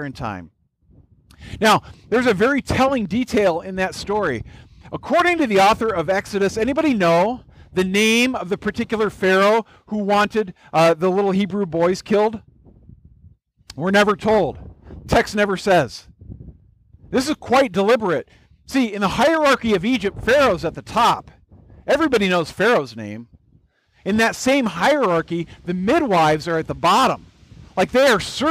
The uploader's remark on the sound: This was a special message at our church picnic (recorded outdoors). Note: The beginning of the message set up our communion time and did not get recorded.